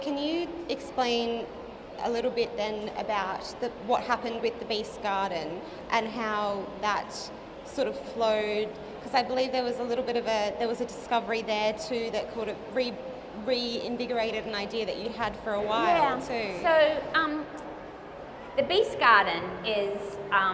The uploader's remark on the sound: It's our first LIVE episode! CapriCon Rockhampton 2019.